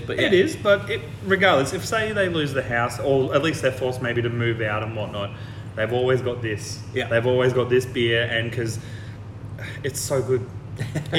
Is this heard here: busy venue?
yes